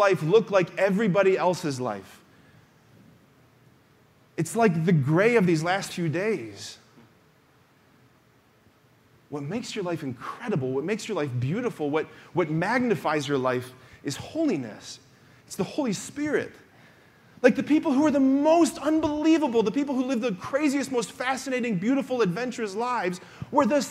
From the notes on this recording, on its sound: preached this homily on October 29, 2023 at the Confirmation Retreat Mass at Damascus